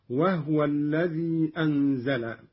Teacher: قرأ قالون بإسكان الهاء